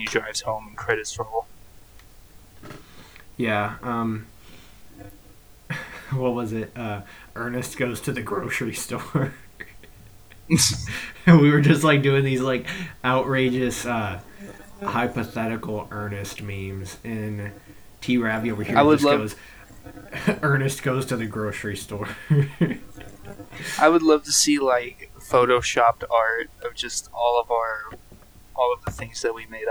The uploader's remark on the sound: Sorry for the poor audio quality this episode.